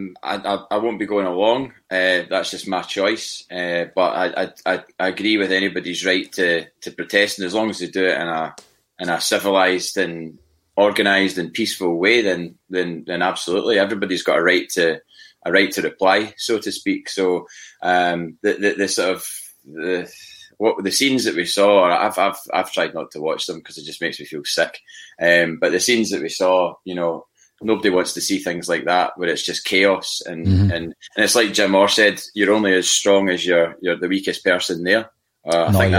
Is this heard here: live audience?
no